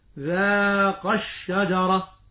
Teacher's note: الألف هنا مد طبيعي ذاقا، لكن عندما تصل هذه الكلمة بما بعدها تحذف الألف تخلصا من التقاء الساكنين فتقول ذاق الشجرة، فهو مد طبيعي ثابت وقفا لا وصلا.